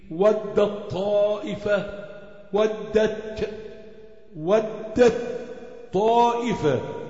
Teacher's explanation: تاء مفتوحة بعدها طاء، هتلاقي التاء معراة لأنك تلغي التاء تدغمها فالطاء تقول إيه؟ ودت طاء، ودت، كأن التاء غير موجودة هتلاقيها معراة في المصحف، ودت طائفة هكذا. · Term: إدغام